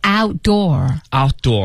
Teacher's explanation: 门，走出门去。对，出了门了就不在室内了，那就是户外了。说的太好了，你们这中文字也讲究，室内、户外，你想想，对，室。啊，就是什么有底儿的，咱以前讲过叫做 indoor。对，嗯，这户呢，户就是门呗，户就是相当于你这一个大一家一户吧，这整个一个大房子，没错，的外面，对，这没底儿，有底儿的外面，对，所以这个词儿就是 outdoor。outdoor。对，所以这个词啊，大家生活中见的也挺多的。嗯，哎，这里插一句话哈，就咱们这个单词那个清辅音 t 和后面那个浊辅音那个的，就是他要不要那个特，要轻轻的就不读他了。哎，要不咱就省了也行。嗯，您读成 outdoor。outdoor。可以。啊，嗯。很少读成 outdoor。也就是说我们在音标上看到有轻辅音特，但实际上发音的时候我们把它删掉了